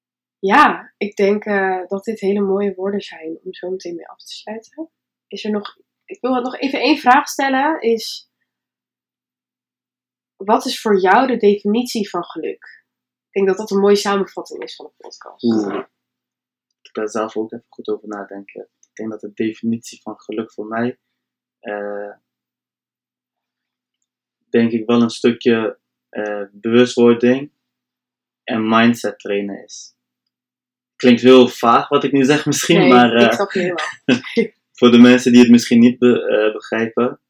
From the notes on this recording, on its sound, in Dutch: Het geluidskwaliteit is nog niet helemaal top